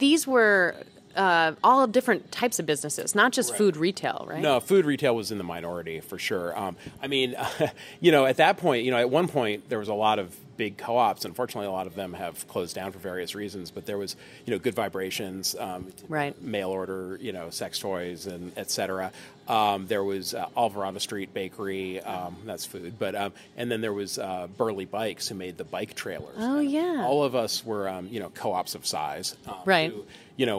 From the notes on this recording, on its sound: Amid the inspiring energy at this year's American Cheese Society conference